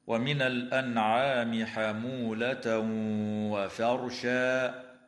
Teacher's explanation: إظهار حلقي للنون الساكنة عند حرف العين في كلمة الأنعام، ويدغم التنوين في الواو مع الغنة بمقدار حركتين في قول الله تعالى: حمولة وفرشا.